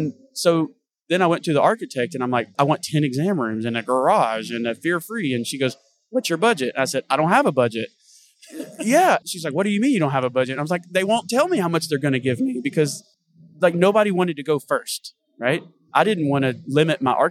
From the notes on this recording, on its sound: sat down at VMX to record an episode